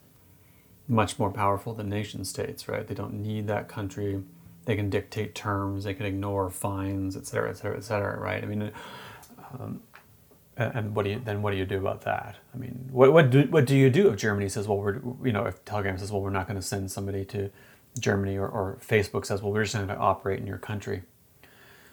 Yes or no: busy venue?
no